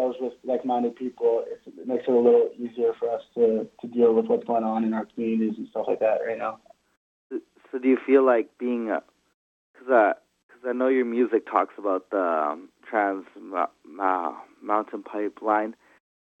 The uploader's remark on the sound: does a phone interview